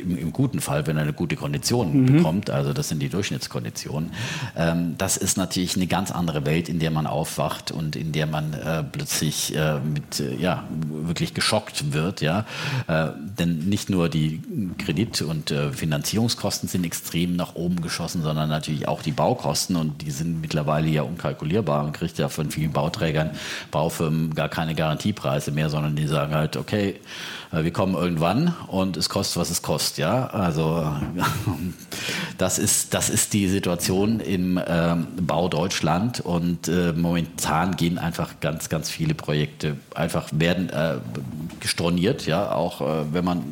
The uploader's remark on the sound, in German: Vor Publikum im historischen Journalistenclub.